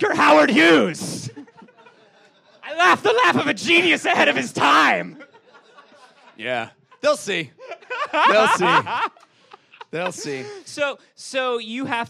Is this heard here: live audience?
yes